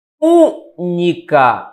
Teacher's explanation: a sílaba tônica é a antepenúltima · Term: proparoxítona